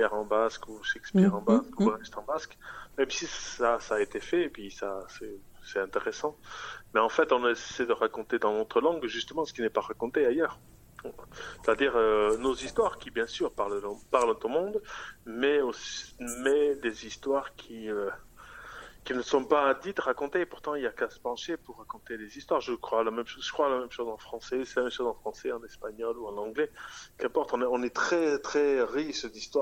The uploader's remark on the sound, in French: Interview réalisée par téléphone